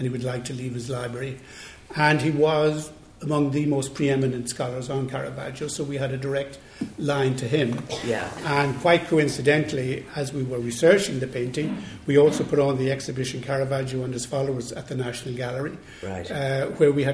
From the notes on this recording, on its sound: Recorded in the National Gallery of Ireland's lecture theatre on 15 November 2018. This live recording.